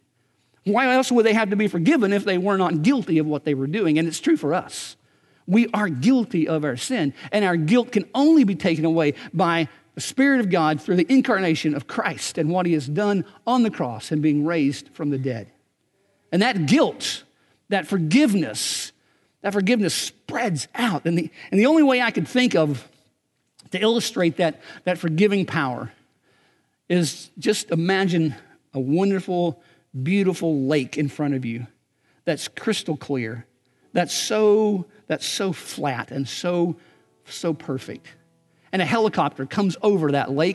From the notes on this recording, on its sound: Recorded on March 10, 2019 at Graceland Baptist Church in New Albany, Indiana.